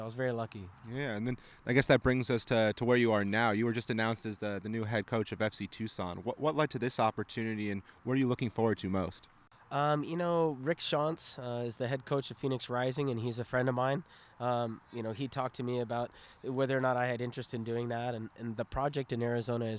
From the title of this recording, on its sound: Live From The Combine